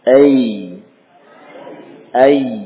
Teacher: jarak antara permukaan tengah lidah dengan langit-langit sudah cukup dekat. · Term: huruf ya